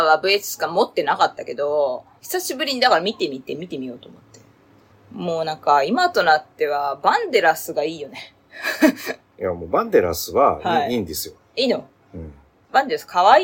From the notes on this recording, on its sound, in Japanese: 試しに「ラウドネス（音圧）を自動的にノーマライズする」にチェック入れてみました。機材・設定： iPhone13「ステレオマイク」アプリ／iPhone マイク-前面（Cardioid）／ファイル形式 PCM44.1kHz 32bit Float。